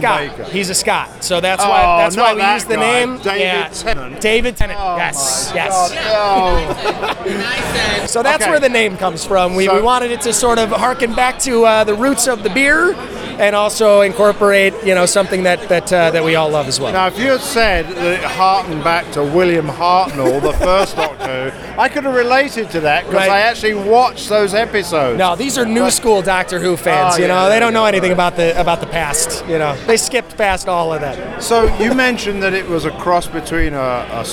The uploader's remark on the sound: we are reporting from a cask ale event from The Firkery, and hosted at Skeleton Key